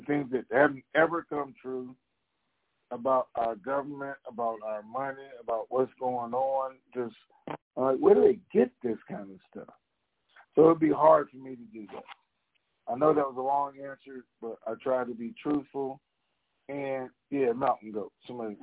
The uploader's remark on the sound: TNTSuperfantastic Conference Call